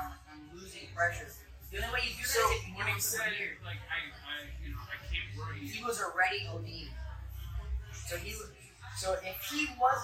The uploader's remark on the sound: Bad audio. Driving background noise and a noisy bar without mics.